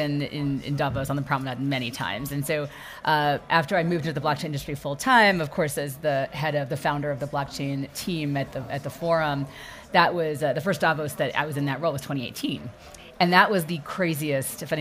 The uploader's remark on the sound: A live recording at The Hub by Casper Labs during the WEF's Annual Meeting at Davos 2024. They engage in a live podcast session.